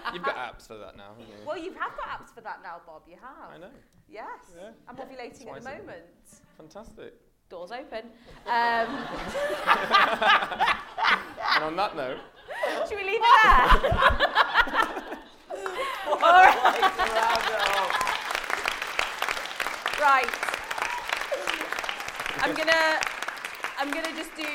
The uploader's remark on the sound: Live at Kings Place. This time it's LIVE! Recorded at the mighty Kings Place.